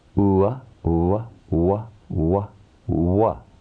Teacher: In exactly the same way, the vowel sound u, followed by another dissimilar vowel, becomes v